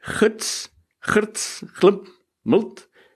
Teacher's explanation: ons sê dit met 'n e klank, die sogenaamde schwa, maar telkens word het geskryf met 'n i, wat dan as 'n e uitgespreek word.